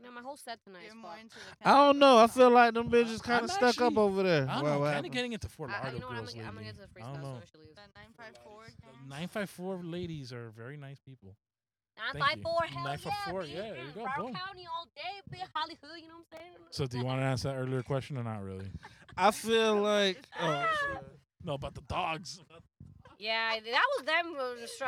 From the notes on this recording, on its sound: We are in the car. Recorded at Thank You Miami.